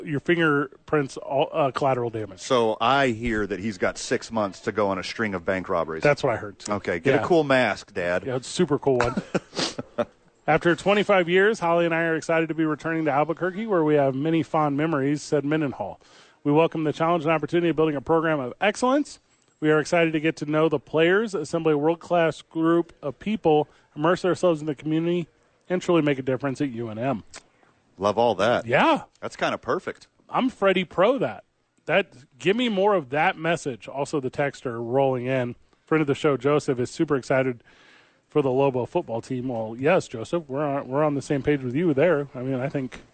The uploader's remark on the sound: live from the YMCA